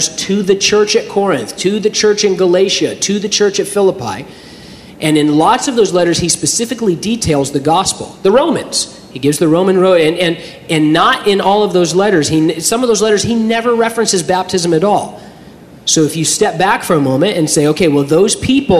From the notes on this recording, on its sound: during a live Q&A session at Calvary Hanford